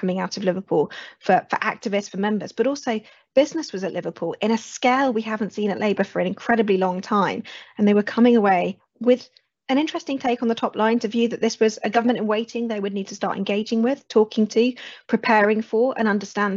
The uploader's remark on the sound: from the Powerscourt Webinar ‘All Trussed Up’